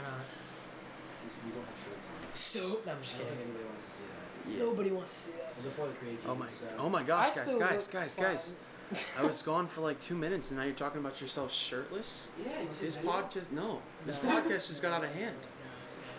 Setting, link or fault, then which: fault, sounds in the background